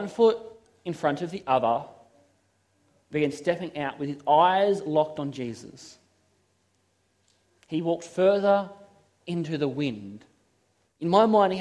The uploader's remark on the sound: This is a sermon I preached at Toronto SDA Church.